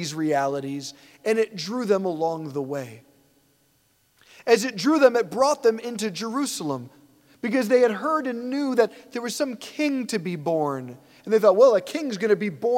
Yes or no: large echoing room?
yes